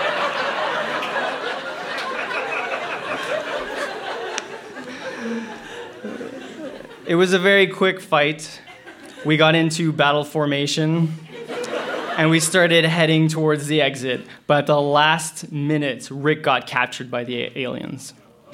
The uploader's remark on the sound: Recorded live at La Sala Rossa in Montréal, QC.